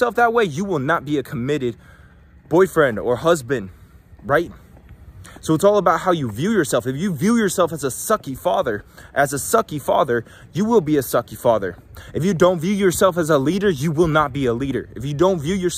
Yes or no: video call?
no